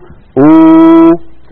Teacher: أبدل الهمزة الساكنة واوا مجانسة لضمة الهمزة الأولى فتصير أو. كذلك لا يقول العربي إي، فإن وجد ذلك في كلامه أبدل الهمزة الساكنة ياء مجانسة لكسرة الهمزة الأولى فيصير النطق إي.